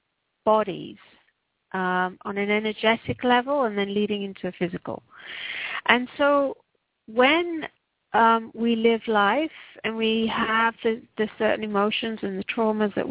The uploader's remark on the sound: Takes your calls for healing live today!